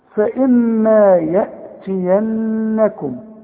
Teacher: الميم اللي عليها الشدة لازم تغن